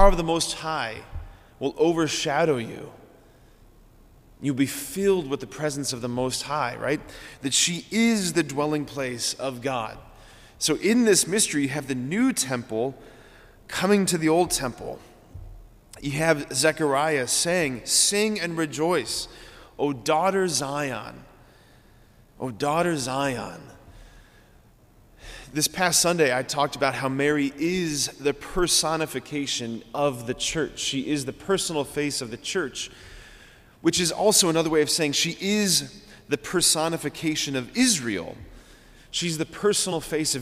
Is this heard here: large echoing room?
yes